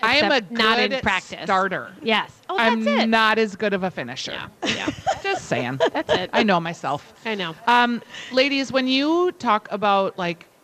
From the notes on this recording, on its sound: Live at Women's Expo